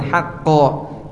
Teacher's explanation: Ha tipis, qaf tebal, haqqo.